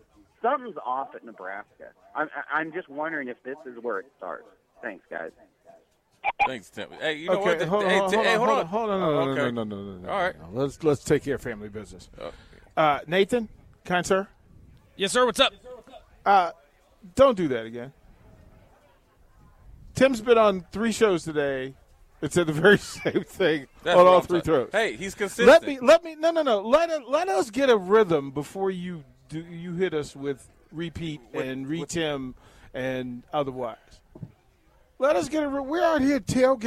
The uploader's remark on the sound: Live from Cornhusker Bank - September 2nd, 4pm